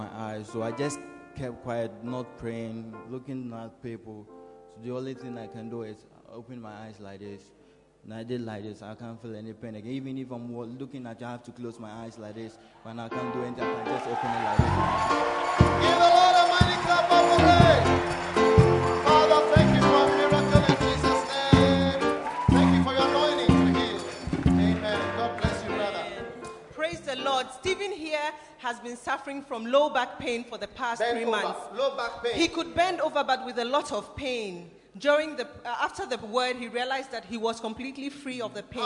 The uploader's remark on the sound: Preached at the Korle Gonno Cathedral in 2001.